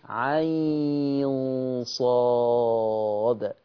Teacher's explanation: عين ثم ص، ومنساش أداء القلقلة للدال